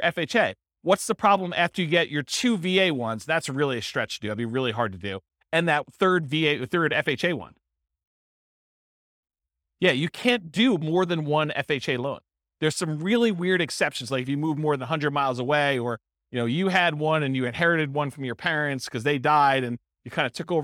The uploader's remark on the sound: This was a live class recorded